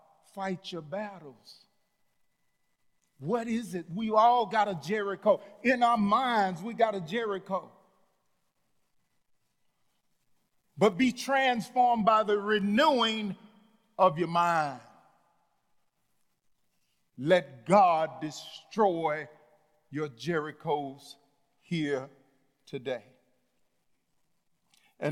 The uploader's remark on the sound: Sunday message from The Fellowship in Nashville, recorded live on August 1, 2021.